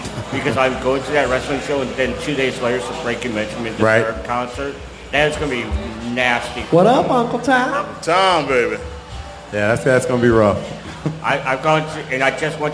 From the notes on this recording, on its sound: Chatting live from the breezy patio of Pepper's Bar & Grill on an unusual cool August night in South St. Louis. A new attendee of the live performance.